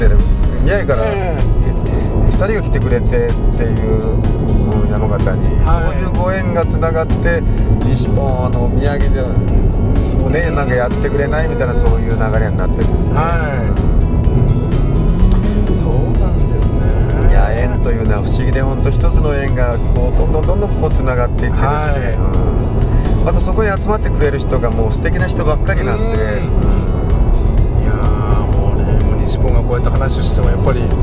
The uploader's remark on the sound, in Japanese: 即ドライビング対談収録しました